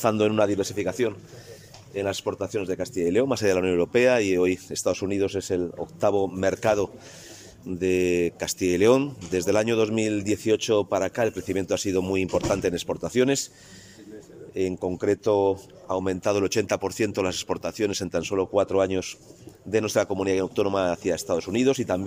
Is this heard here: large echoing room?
no